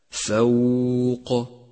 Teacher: رقق الفاء والواو وفخم القاف هكذا فوق. رابعا، تأمل كلمة الصالحات ولاحظ تتالي الترقيق والتفخيم فيها، فالصاد مفخمة والألف تتبعها في التفخيم، واللام والحاء حرفان مرققان، والألف مرققة بعد الحاء، والتاء مرققة أيضا، أي هكذا الصالحات.